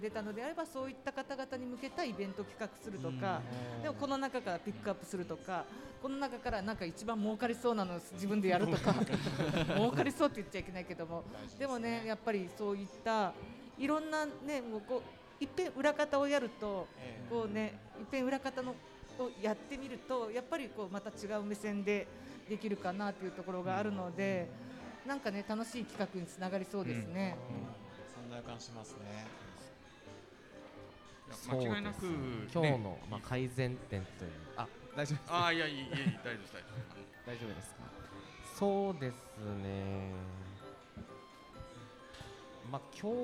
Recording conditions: live audience